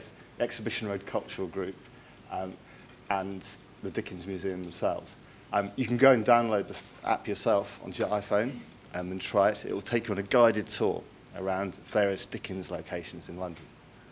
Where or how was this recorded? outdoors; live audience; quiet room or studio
live audience